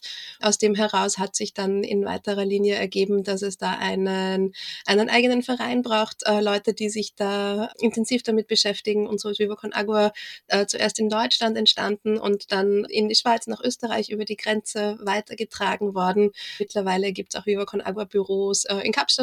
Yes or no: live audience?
no